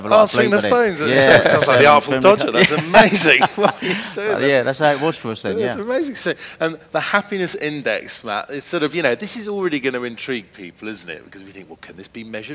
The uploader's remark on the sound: Speaking on the second day Elite Business’ live event